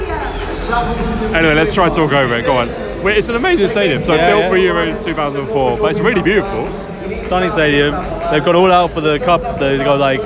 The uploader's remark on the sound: Allianz Cup Final LIVE from Portugal! On this audio diary podcast from a weekend in Portugal, we take you with us to the final of the Taça da Liga between Braga & Estoril. Amazing atmosphere.